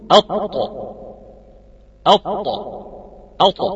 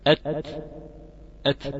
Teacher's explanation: في الطاء هيرتفع أقصى اللسان، وفي التاء هو مستفيل